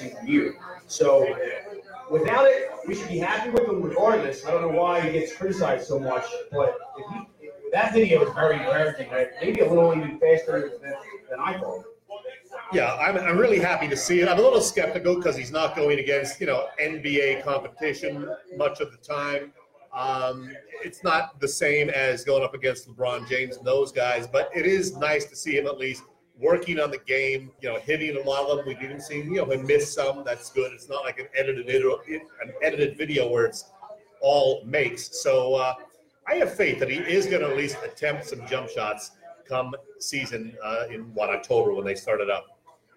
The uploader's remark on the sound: Live at Irish Rover. Here's the audio from our second live-on-location Irish Rover show. Always fun to be out in public to see a bunch of our listeners in the flesh!